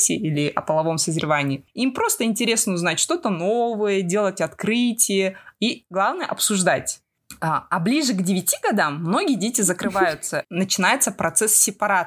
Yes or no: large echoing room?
no